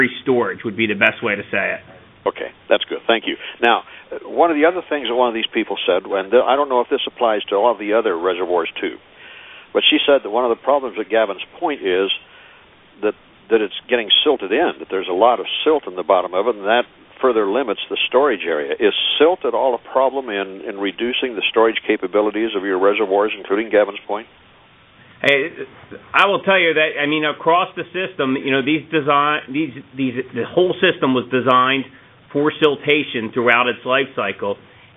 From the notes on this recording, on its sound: Twice monthly conference calls to keep the basin informed.